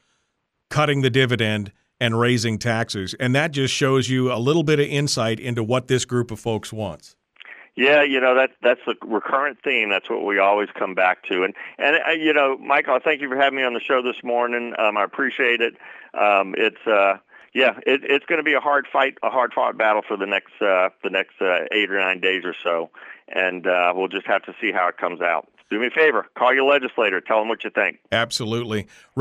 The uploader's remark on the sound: We start with headlines from around the state, then we'll have some discussion and phone calls as well about the state of the State.